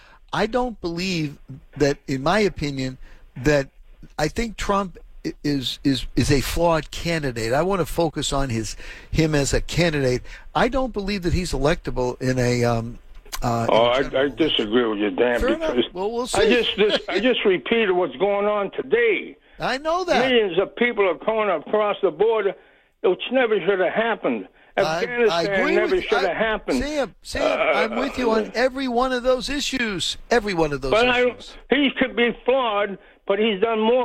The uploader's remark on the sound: The phone lines stayed open for conversation